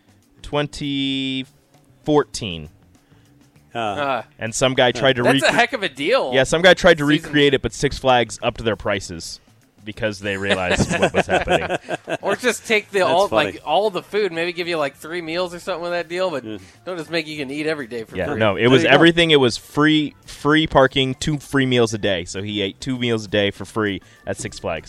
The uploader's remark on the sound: Tailgate Tuesday live from Chick-Fil-A